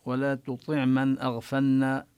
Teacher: ينبغي أن يتنبه القارئ بأن لا يدغم اللام بالنون · Term: الإظهار